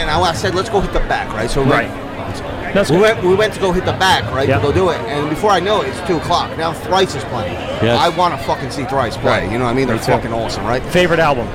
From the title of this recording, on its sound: LIVE ACBEERFEST pt.1